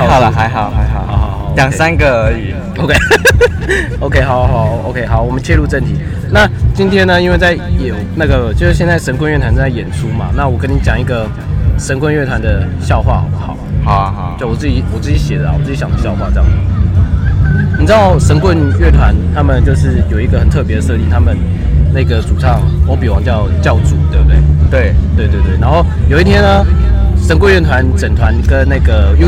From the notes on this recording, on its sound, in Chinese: 野外錄出。在意音質者請注意！！！！錄音來自2020年漂遊者音樂祭現場收音。